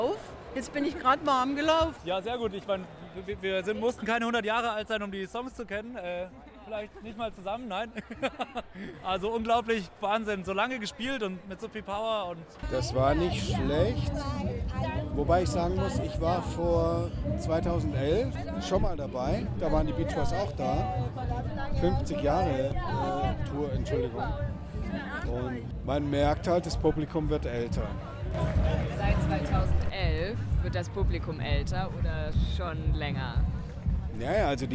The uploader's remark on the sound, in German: Festivalatmosphäre garantiert.